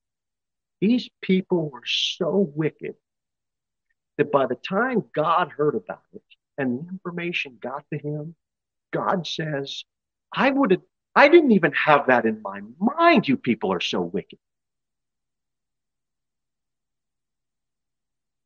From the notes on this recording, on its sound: Sermon delivered at Pilgrim Baptist Church